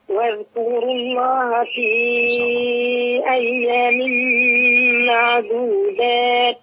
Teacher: الذال ساكنة أولا ومرققة كله عندي مرققة